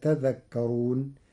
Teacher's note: قرأ ورش كلمة تذكرون بتشديد الذال، فتصير تذكرون، فأصلها تتذكرون، فأدغمت التاء في الذال بعد إبدالها ذالا.